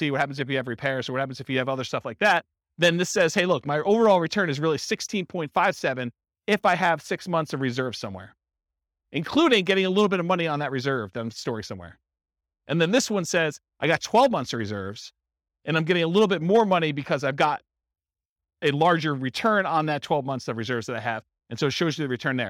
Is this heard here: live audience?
yes